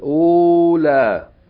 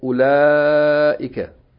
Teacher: The word is pronounced as though it's a short vowel and then a long vowel. · Shown in: second take